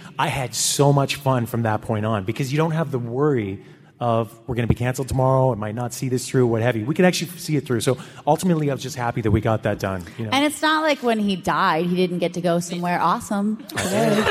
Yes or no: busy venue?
yes